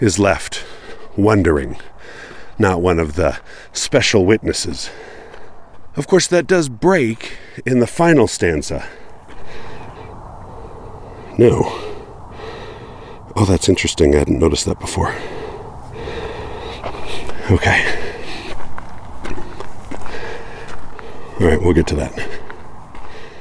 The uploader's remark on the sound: Recorded on site at the tiny, old cemetery in Charleston, Utah.